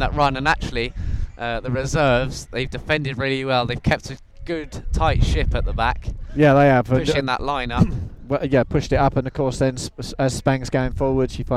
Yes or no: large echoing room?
no